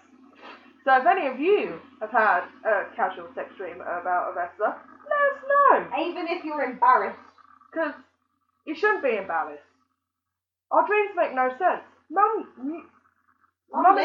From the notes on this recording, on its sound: The One Where The Mic Broke. Audio Quality isn't the best because the mic broke.